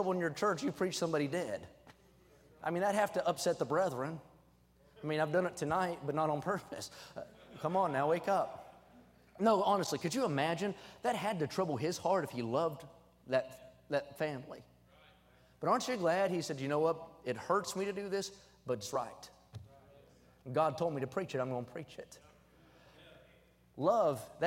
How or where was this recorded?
large echoing room